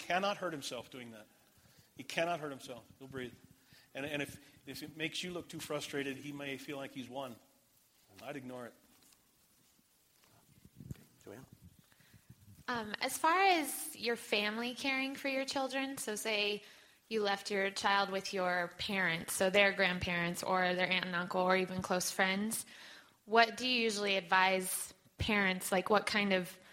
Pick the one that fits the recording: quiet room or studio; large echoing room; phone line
large echoing room